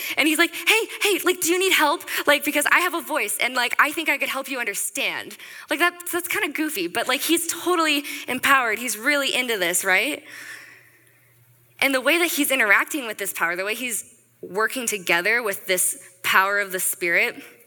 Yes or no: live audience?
yes